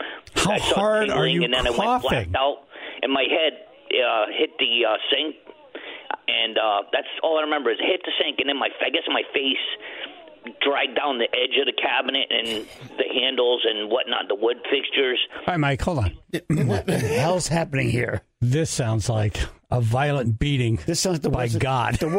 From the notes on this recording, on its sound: Was on the phone to help the Tribe with their last-second tax questions.